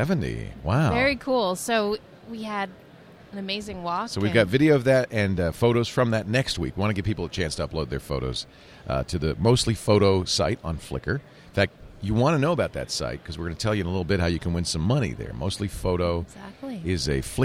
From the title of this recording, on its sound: Live From NAB